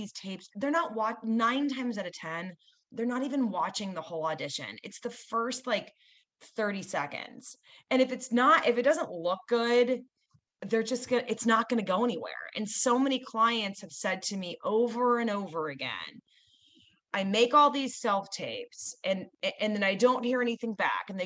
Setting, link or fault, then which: link, video call